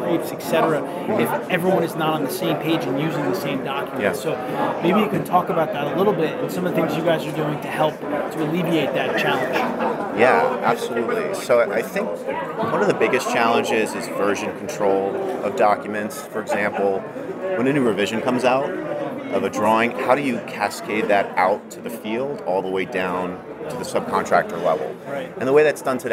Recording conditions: busy venue